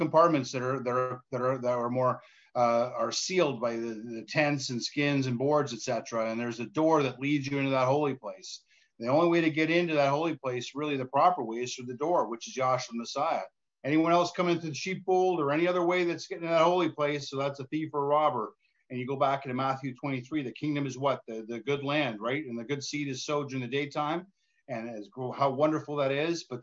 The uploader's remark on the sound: Oceanside Zoom Class